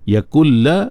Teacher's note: Walaupun dia bila gunnah tapi dia kamil. Bunyi nun tu tak ada dah. Terus pergi ke lam.